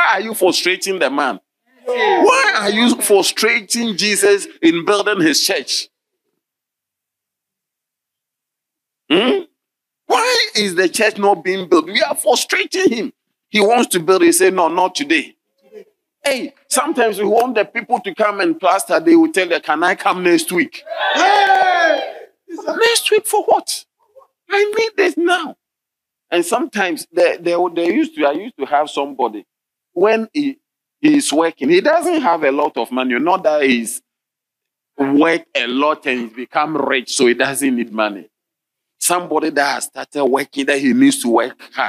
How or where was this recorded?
large echoing room